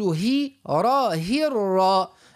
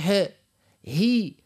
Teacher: الهاء كسرة خالصة نقول هي را هي را مش ها هي · Shown in: first take